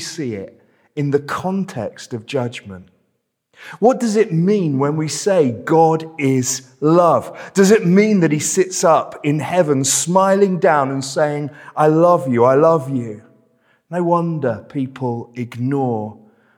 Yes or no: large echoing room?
yes